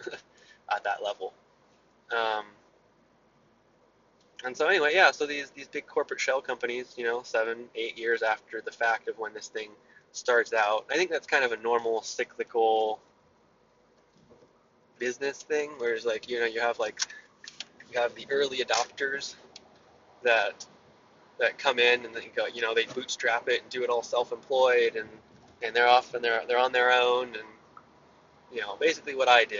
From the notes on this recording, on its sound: Car Ramble. I ramble while driving.